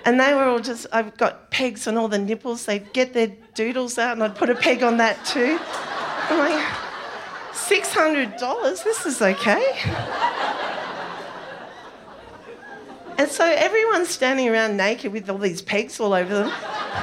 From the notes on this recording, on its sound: SPUN: True Stories Told in the Territory is a live storytelling event. Popping up at different venues across Darwin. Story was told at our event at the Michael Long Centre on International Women's Day in 2019 where the theme was BACKBONE.